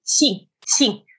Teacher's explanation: If they've got if they seem to have a slightly higher capacity for making new sounds, I'll actually teach them how to make a sound in between an English S and an English SH. So I say S, and they say S, and then I say Sh, and then move from a S to a Sh.